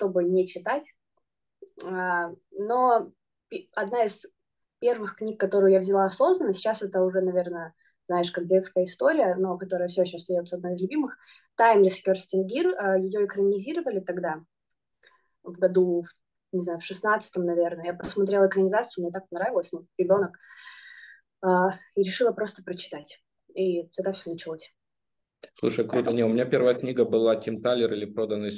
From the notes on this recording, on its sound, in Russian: мы записали новый зумподкаст